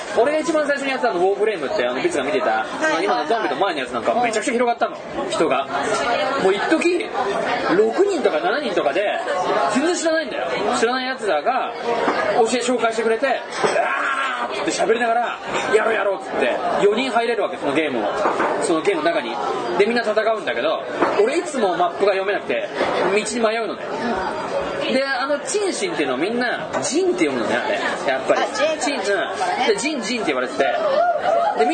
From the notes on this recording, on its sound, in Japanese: 前回に引き続き居酒屋収録です。